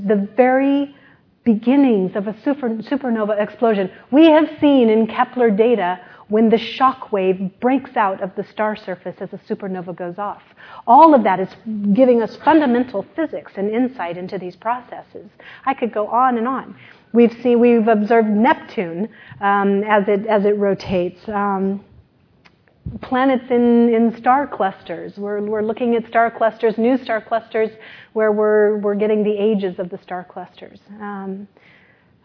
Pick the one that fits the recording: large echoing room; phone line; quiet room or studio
large echoing room